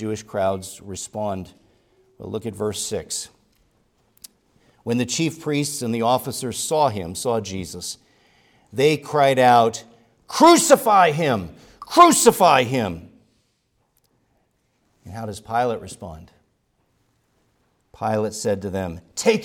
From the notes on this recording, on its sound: preached at Grace Orthodox Presbyterian Church in Sewickley, PA, during the morning Worship Service on Sunday, January 7, 2024